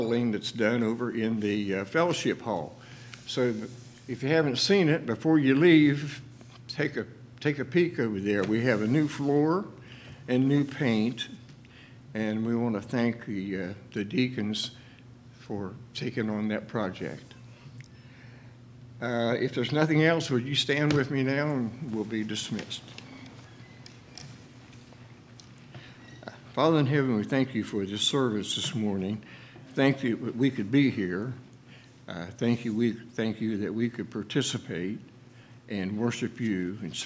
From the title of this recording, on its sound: LIVE Services at Sunshine